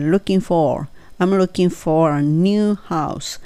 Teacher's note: house. I'm, I'm looking, I'm の時に唇なんか入れてしまいますね、軽く。I'm looking for a new, for の時は R を聞かせます。 looking は G 落ちるので looking for